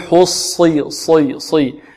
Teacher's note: والصاد مفخمة، مع أنها مكسورة لكن يبقى فيها صفة الإطباق، قوتها الإطباق.